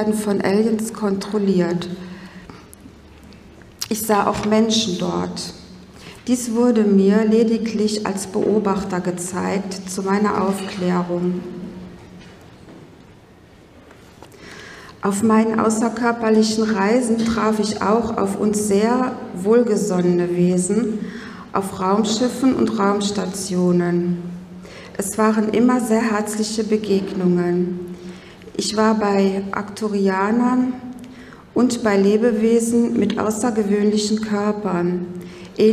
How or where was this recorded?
live audience